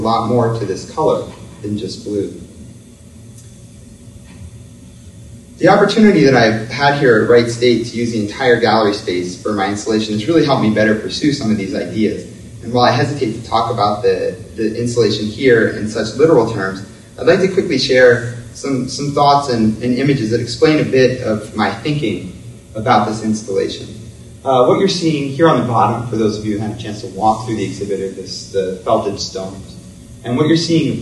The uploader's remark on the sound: Public lecture. Coincides with exhibition.